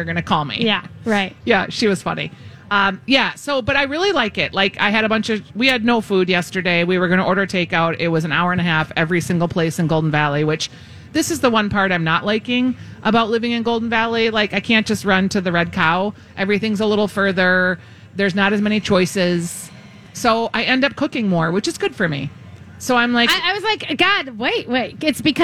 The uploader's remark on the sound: Live at the Fair